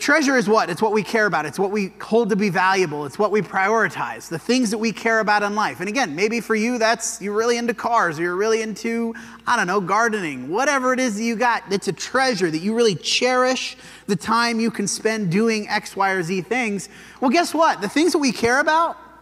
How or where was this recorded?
large echoing room